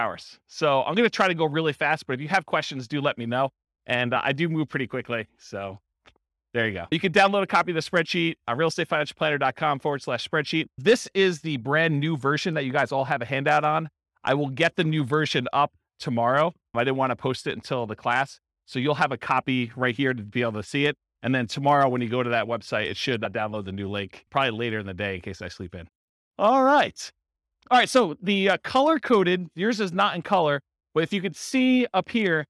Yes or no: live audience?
yes